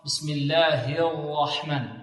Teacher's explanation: عندنا الراء مفخمة والحاء مرققة. بسم الله الرحمن، والهاء في لفظ الجلالة مرققة.